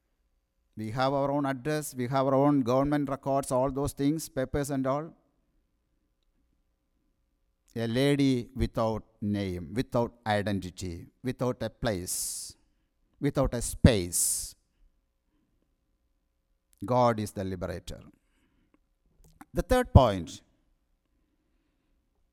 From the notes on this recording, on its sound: Sermon preached at RCHP